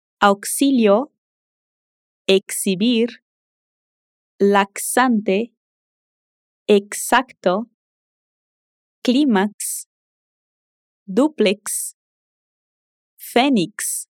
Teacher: O primeiro som do X é como se fosse os sons de K mais S.